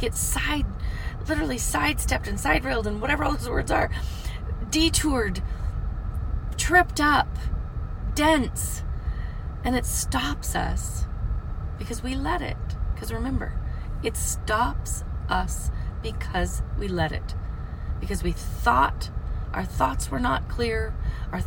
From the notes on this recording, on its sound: from the car!